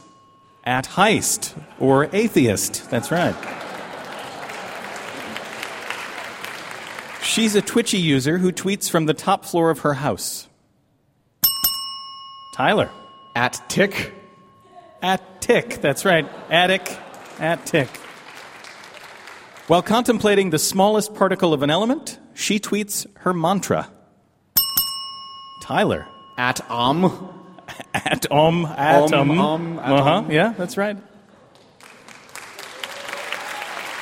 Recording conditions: live audience